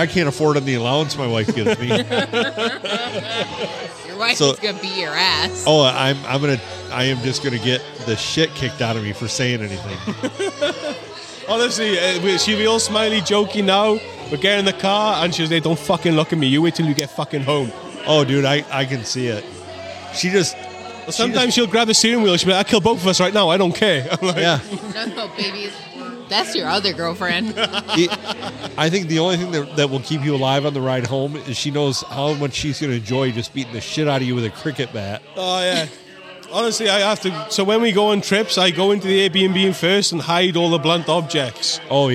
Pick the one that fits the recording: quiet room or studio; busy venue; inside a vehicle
busy venue